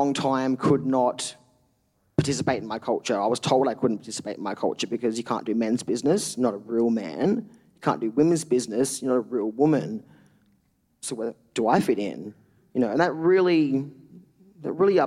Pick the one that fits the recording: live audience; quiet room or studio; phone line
live audience